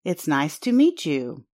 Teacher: When some people say this sentence at a natural speed, they might make a ch sound at the end of the word meet and the beginning of the word you, although the word's spellings do not suggest this.